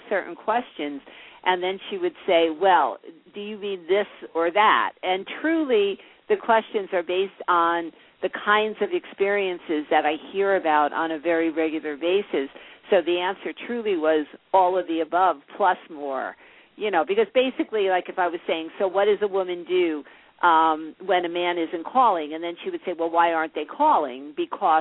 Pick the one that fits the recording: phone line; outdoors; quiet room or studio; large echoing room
phone line